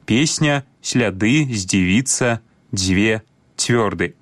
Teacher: пры карэктным беларускім вымаўленні свісцячыя зычныя прыкметна памякчаюцца перад наступнымі мяккімі гукамі · Term: мяккасць свісцячых зычных